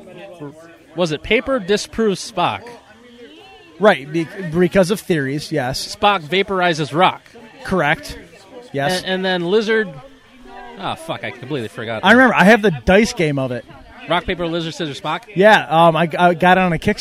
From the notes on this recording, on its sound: Live at the 2015 TCA Doubles Tournament. Broadcast live at the TCA Doubles Tournament.